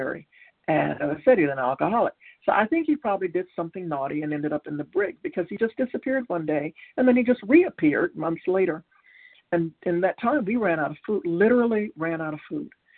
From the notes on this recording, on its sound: Qualification from the 100 Pounders Phone Meeting.